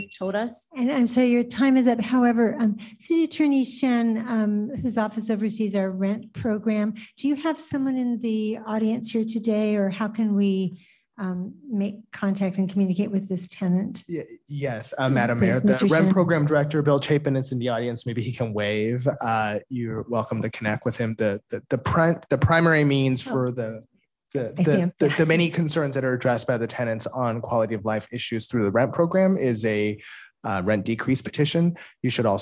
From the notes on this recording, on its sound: City Council Meeting - ZOOM.